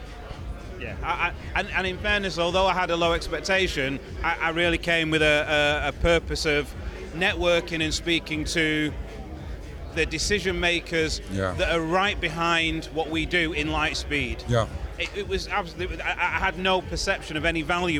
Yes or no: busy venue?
yes